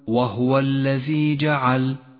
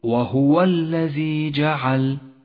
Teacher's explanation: أن تجعل سكونا على الهاء بدل الضمة وهو خطأ شائع في قراءتنا · Shown in: first take · الصواب أن تقول وهو الذي جعل المثال التالي الراء المرققة في · Term: اللحن الجلي